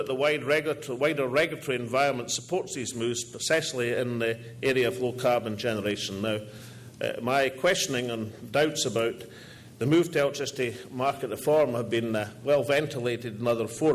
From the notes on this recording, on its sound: All Energy 2012 Conference address